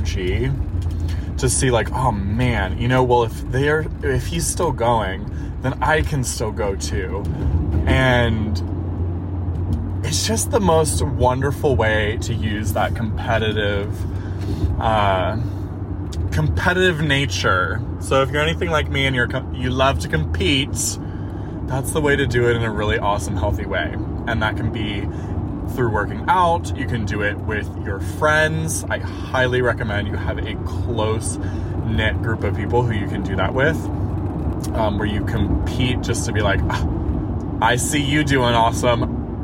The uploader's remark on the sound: the first recording on the road from day two of our drive